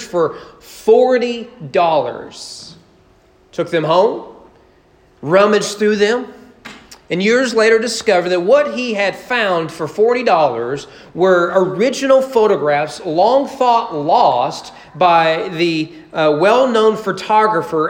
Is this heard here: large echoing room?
yes